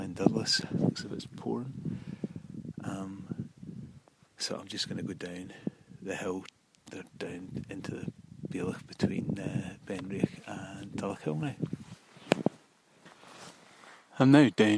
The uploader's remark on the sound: Walkcast. I am still experimenting with recording on the hoof. This time I decided to record a series of short clips in Voice Memos. The intention was to string them together quickly with Ferrite . I found that a bit footery on the phone and ran into the three track for free limit.